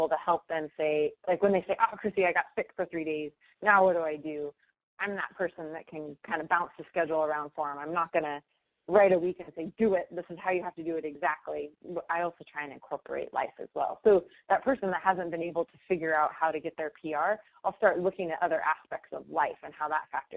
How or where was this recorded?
phone line